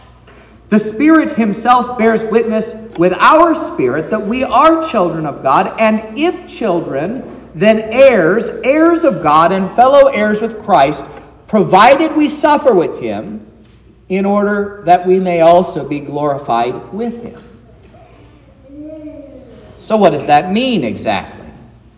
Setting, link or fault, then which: setting, large echoing room